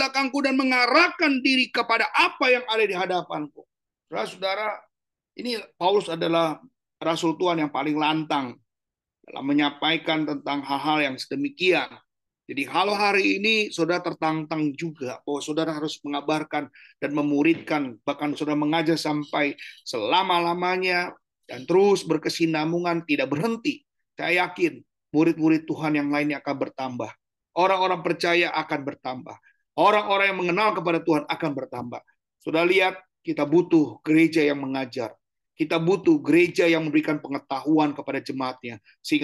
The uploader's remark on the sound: Audio Zoominar.